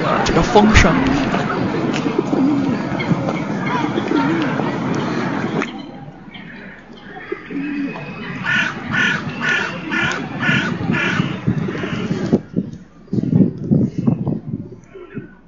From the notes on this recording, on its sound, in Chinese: 伦敦街头春游采风（含街头录音素材）。包括街头d的艺术家，把废品变为神奇的乐器，包括大自然的美好，鸟儿们叫着春天的到来，还有孩子们嬉戏的声音，当然不能忽略女王的大马和鸽子。